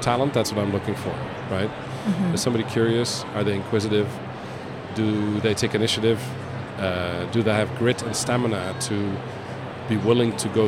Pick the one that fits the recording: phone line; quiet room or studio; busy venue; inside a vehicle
busy venue